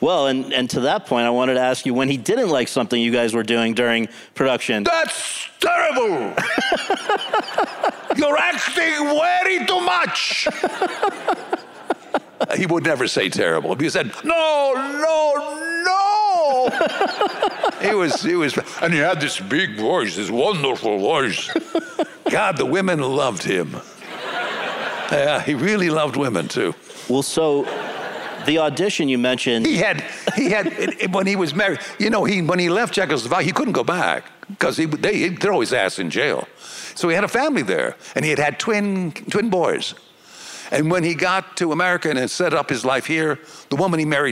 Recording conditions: live audience